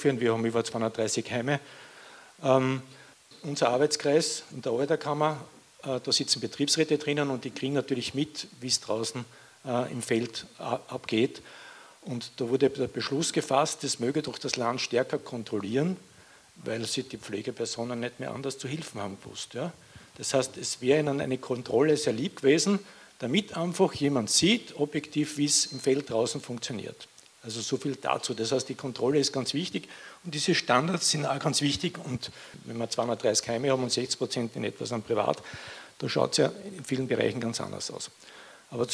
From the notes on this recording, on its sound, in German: Für Fragen & Statements vom Publikum und den Antworten der Podiumsgäste. In dieser Sendung sind Ausschnitte vom Podiumsgespräch sowie ein Interview. Bei der Kundgebung zu hören.